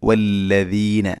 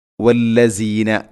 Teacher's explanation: ദാല് ഉച്ചരിക്കുന്ന സമയത്ത് നാവിൻ്റെ അറ്റം മുൻപല്ലുകളുടെ ഇരുനിരകൾക്കിടയിലൂടെ അല്പം പുറത്തോട്ട് നിൽക്കണം · Shown in: first take · അപ്പോഴാണ് വല്ലദീന ഇങ്ങനെ ശബ്ദം വരികയുള്ളൂ.